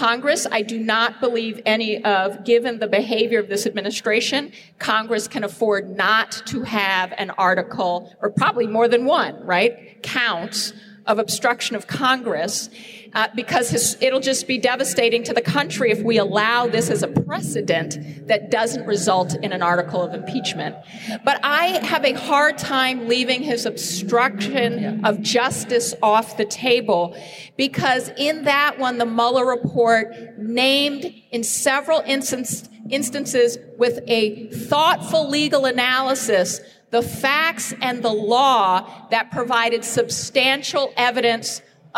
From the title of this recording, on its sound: LIVE from Politicon in Nashville, Tennessee